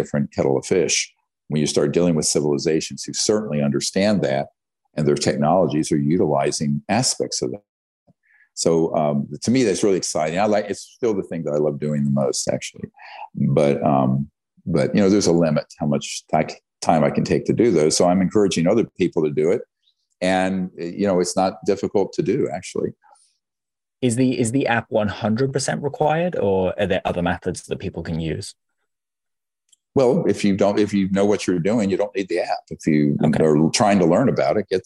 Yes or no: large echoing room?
no